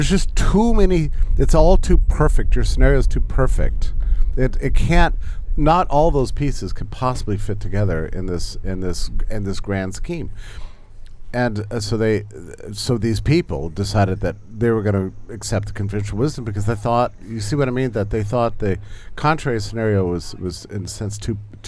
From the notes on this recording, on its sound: at the 2023 Porcupine Freedom Festival in New Hampshire